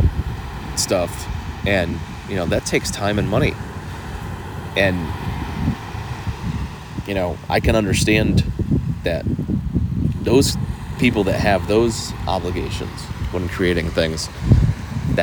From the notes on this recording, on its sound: This week I was testing the ability to podcast in an oceanic environment - with sound issues to boot! Didn't want to spend a ton of time editing this week, so modify your sound to adjust for the highs and lows this week!